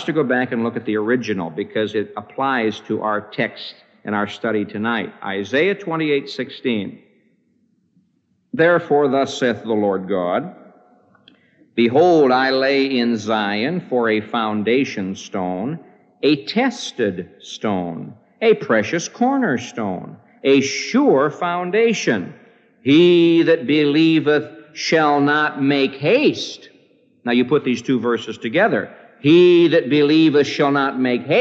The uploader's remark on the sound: This message was preached on September 28, 1975, at the Moody Church in Chicago, IL